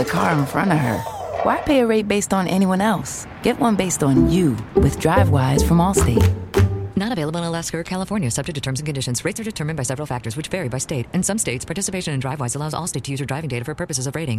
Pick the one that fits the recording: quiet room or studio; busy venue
busy venue